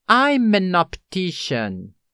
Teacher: Não somente eu abreviei o I'm, como eu também juntei com an e o O de optician · Term: ligação de sons